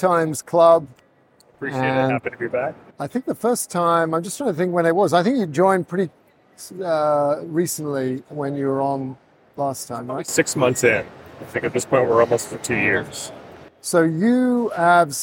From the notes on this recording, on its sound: live from NRF